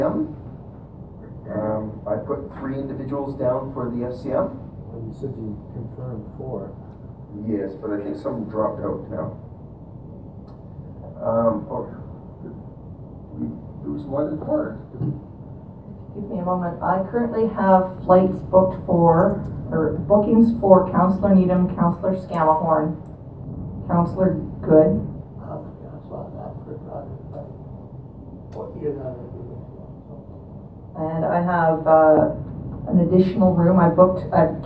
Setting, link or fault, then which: setting, large echoing room